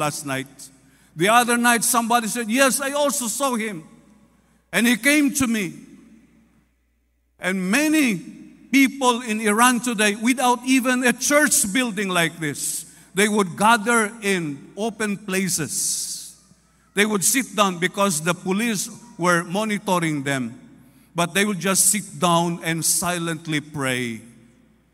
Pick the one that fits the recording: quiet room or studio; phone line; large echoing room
large echoing room